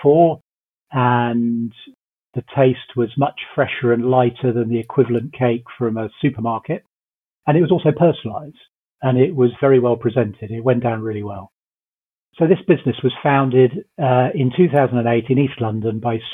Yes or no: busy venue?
no